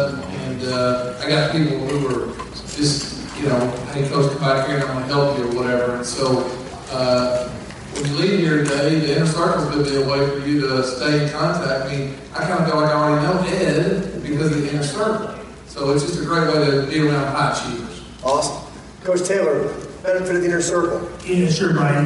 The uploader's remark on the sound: Audio Recording of IC Panel at July Experience.